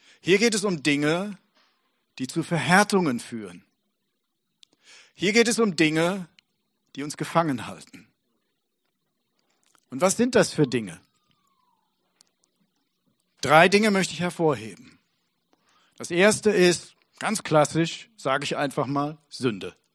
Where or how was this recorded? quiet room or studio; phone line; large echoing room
large echoing room